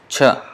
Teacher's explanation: It's palatal. It is here at the middle of the upper portion of the mouth.